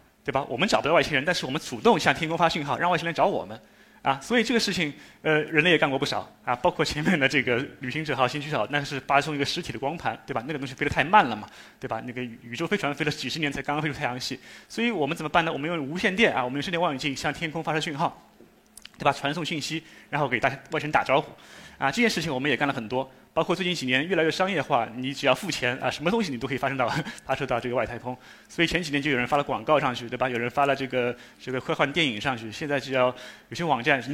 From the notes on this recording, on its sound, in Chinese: 一席现场